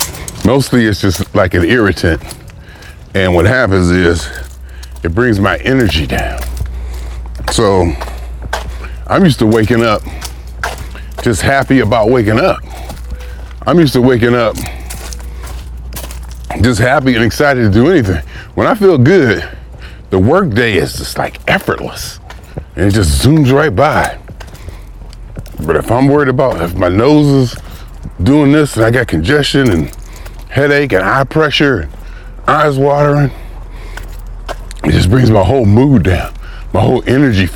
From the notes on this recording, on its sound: Me Walking Talking